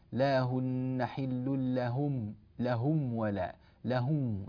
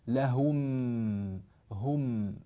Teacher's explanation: ينبغي أن نطبق على الميم ونظهرها تماما ثم نأتي بعد ذلك بالواو · Shown in: second take · وبعض الناس يعبر عن هذه الميم الواقعة قبل الواو فيقول حكمها أنها أشد إظهارا، وهذا غير دقيق، هي ليست أشد إظهارا، هي مظهرة فقط، لا يوجد شيء مظهر وشيء أشد منه إظهارا، الظاهر ظاهر وانتهى. · Term: الميم الساكنة